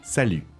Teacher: Just notice that you don't pronounce the T at the end.